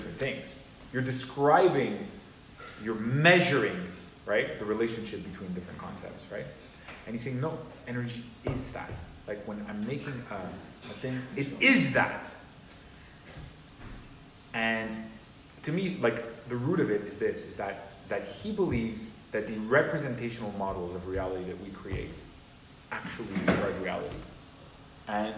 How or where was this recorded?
live audience